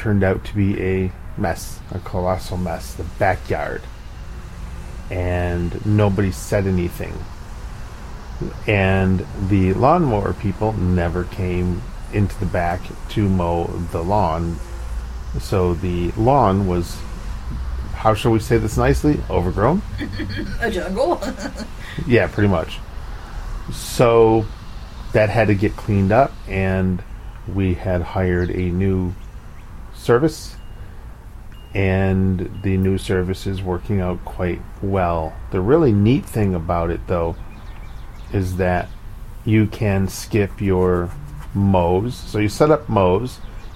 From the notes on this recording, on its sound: take the recorder outside for the New York Front porch edition